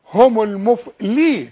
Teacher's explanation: هم اذا وقفت سكن الميم، طب وعند الوصل مضمومة، الميم مضمومة، تقول هم، هم المفلي، اللام مكسورة وتكون اكثر رقة